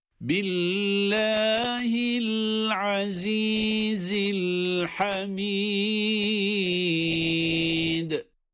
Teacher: Bu el-Hamid kelimesinde de sondaki dal harfi dururken galgale ile duruyoruz.